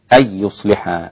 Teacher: أن يصلحا أسقط الغنة خلف عن حمزة